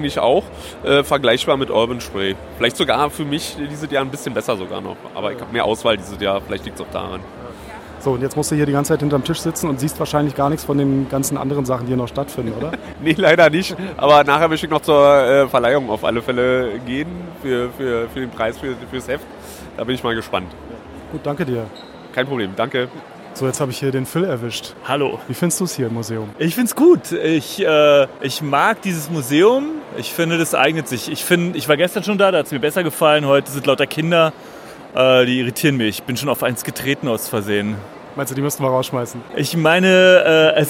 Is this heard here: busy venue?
yes